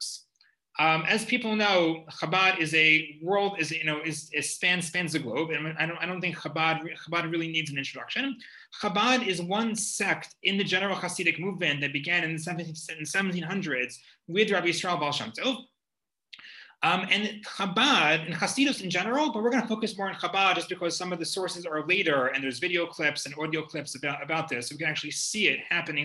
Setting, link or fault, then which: link, video call